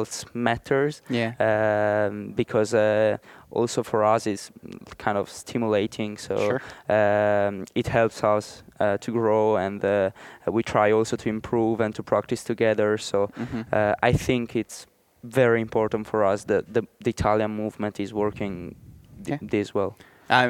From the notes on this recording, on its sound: Recorded live at the Arizona Tennis Classic.